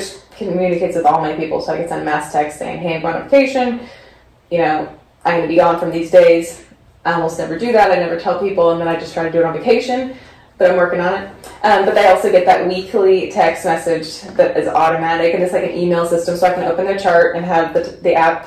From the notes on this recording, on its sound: We had some trouble with the audio recording on this episode